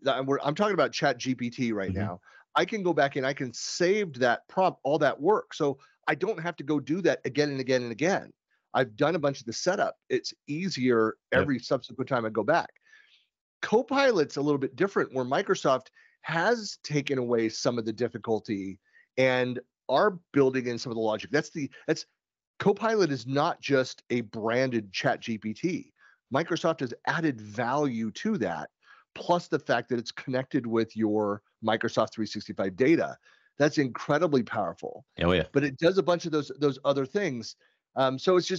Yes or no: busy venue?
no